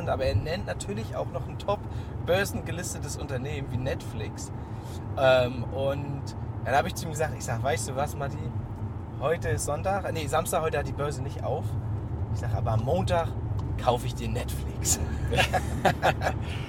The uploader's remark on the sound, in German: Auf dem Weg zum Fondskongress haben wir eine Folge für euch im Auto aufgenommen. Die ungewohnte Tonqualität bitte wir zu verzeihen.